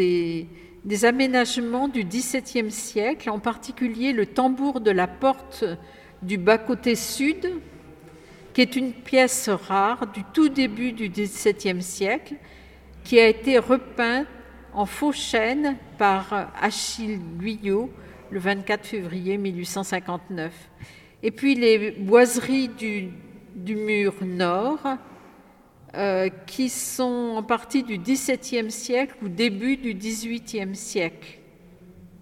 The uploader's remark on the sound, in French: enregistrée le 9 avril dans l'église de Bazoches-les-Gallerandes